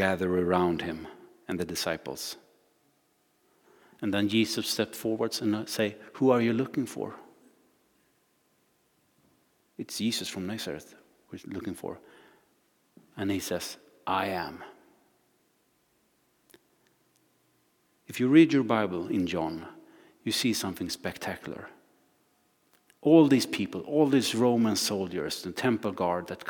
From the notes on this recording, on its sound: Recording from Immanuelskyrkan Skövde